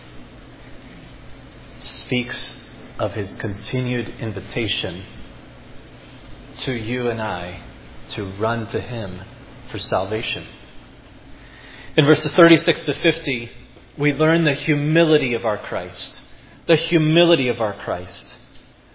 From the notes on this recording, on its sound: preached at Providence Church